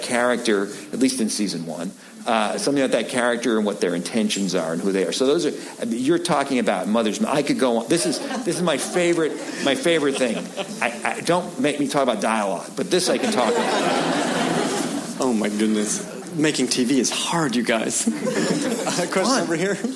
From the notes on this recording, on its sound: Recorded live at Largo at the Coronet on April 13, 2015.